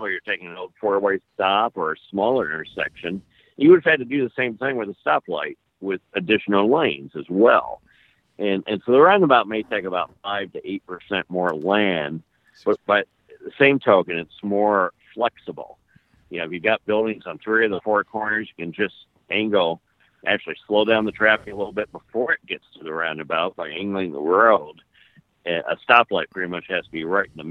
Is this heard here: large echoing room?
no